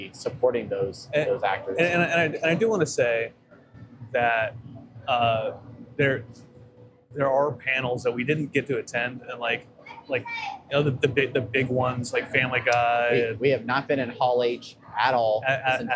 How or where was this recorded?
busy venue